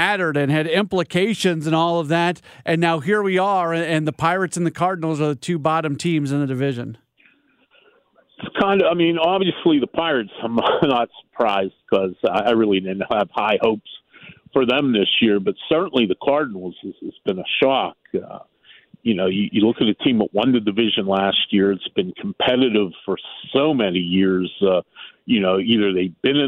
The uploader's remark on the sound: Joined in-studio. Is also joined on the phone. On KMOX.